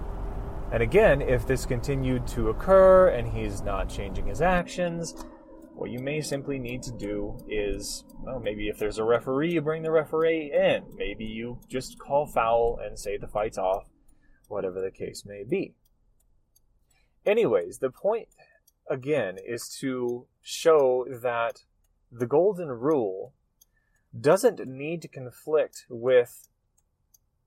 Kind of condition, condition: fault, background noise